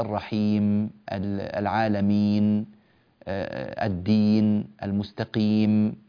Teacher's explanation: هذه الميم والنون لابد أن تأخذ زمنها الكافي، لا تكون طويلة ممدودة